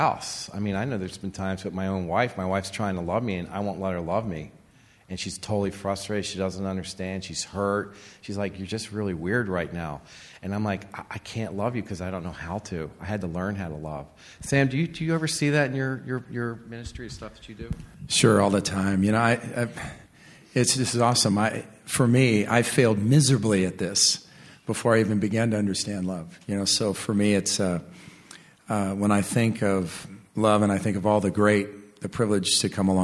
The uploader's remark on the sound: Recording at the Graf Barn in Southern California